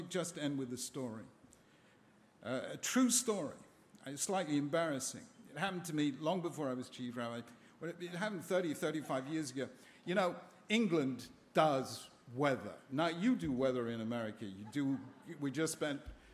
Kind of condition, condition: setting, live audience